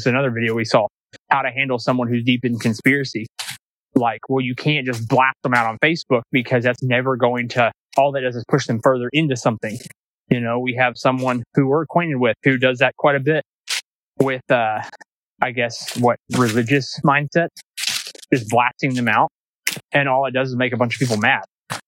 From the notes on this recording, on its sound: we took a walk through nature (Sorry about the crunching sounds)